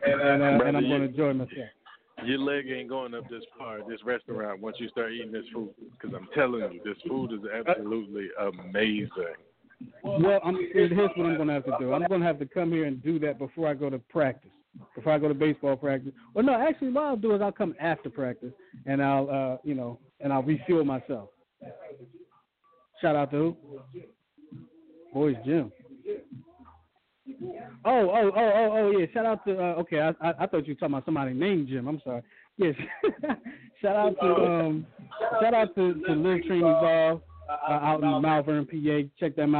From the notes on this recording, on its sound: GOING LIVE FROM THE GRAND OPENING OF A SMALL BUSINESS. GRAND OPENING OF DRUNKEN SUSHI CATERING AND CAFE AT 16 S.